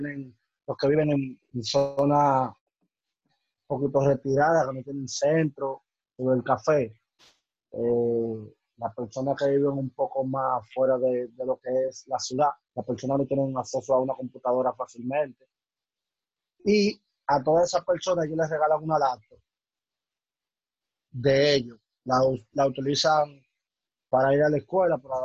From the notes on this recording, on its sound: The audio is not the best.